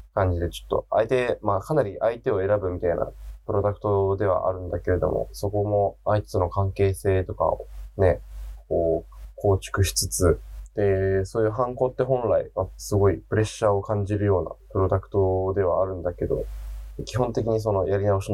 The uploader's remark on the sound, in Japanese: 音質悪すぎ&Bonus track寝起き過ぎてマジでごめんなさい。そろそろちゃんとしたマイク買います。